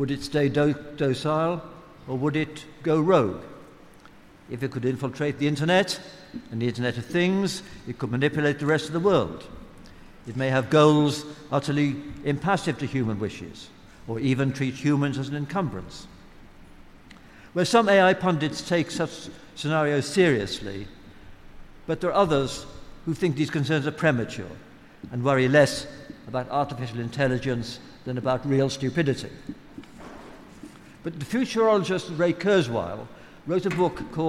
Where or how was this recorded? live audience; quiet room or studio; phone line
live audience